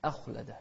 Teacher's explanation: شوف الهمزة بعدها حرف مفخم فنفخم الخاء ونرقق الهمزة